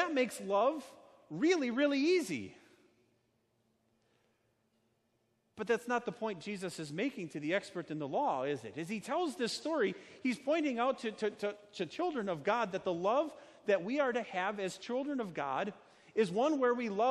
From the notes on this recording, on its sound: Sermon preached at Our Savior Lutheran Church in Birmingham, AL, on Sunday, July 21st, 2019.